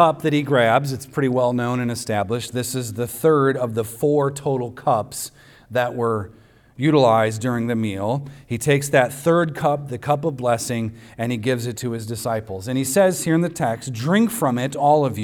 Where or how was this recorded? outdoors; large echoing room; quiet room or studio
large echoing room